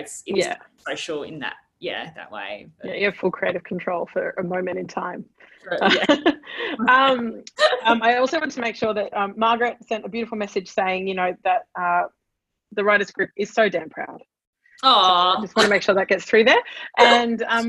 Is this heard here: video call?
yes